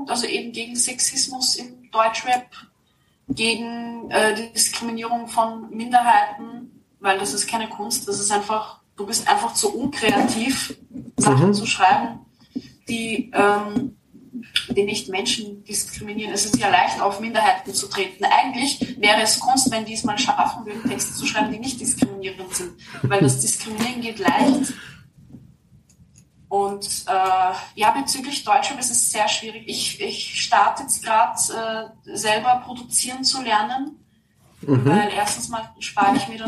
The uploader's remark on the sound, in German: Und wir müssen uns vorauseilend entschuldigen für die Soundqualität.